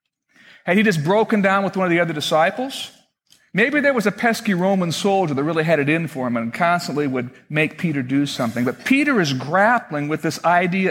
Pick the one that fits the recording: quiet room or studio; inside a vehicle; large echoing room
large echoing room